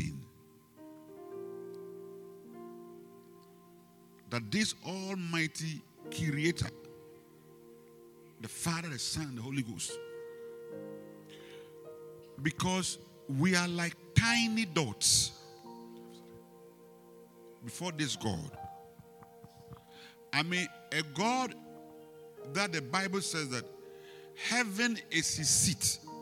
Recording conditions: large echoing room